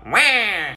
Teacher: This blue line shows that Waluigi actually has a falling tone when he says the wah sound.